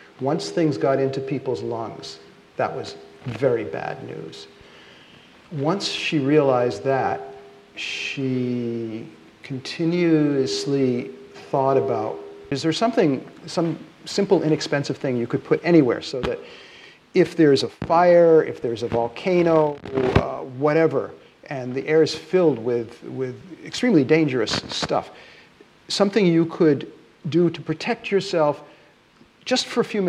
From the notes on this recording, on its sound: This podcast, recorded during the 7th Science Salon. In Copenhagen.